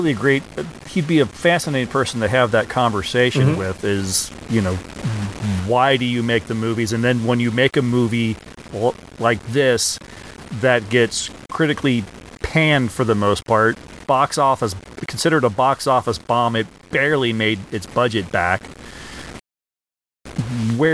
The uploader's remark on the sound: There was an error in editing and there are some audio issues